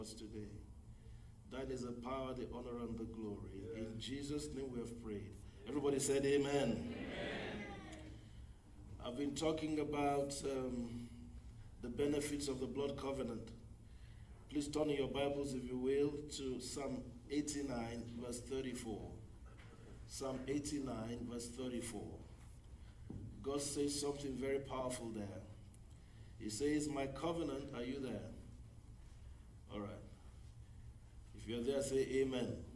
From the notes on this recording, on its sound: Brazos Valley Cowboy Church Ministration. Message preached at Brazos Valley Cowboy Church, Texas USA.